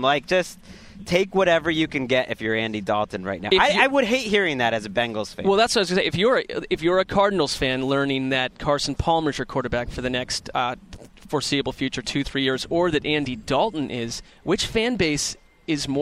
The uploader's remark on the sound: Live from the combine! An arena full of heroes. The heroes check in live from Lucas Oil Stadium.